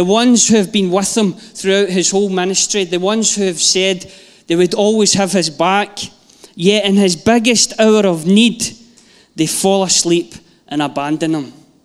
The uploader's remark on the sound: Live from our Sunday gathering 18/09/22